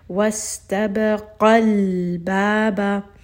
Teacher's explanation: we're just going to raise the voice a little bit on the alif and the qaf